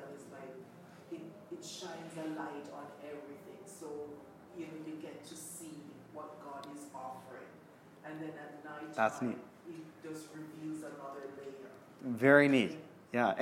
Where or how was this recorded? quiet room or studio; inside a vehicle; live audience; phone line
live audience